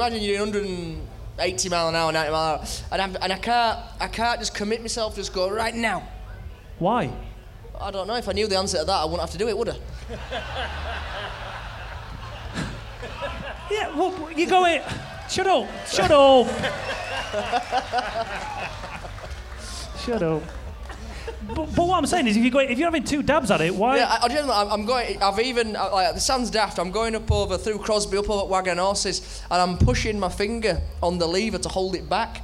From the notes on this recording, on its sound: live on stage at the Monster Energy Fan Park